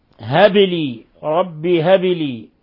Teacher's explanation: الباء ساكنة فتقلقل: هب لي، رب هب لي. هذه الباء هذه صفتها من صفاتها القلقلة، خمسة حروف أطبق القراء على قلقلتها، فإنكار ذلك جهل بقواعد هذا العلم الشريف.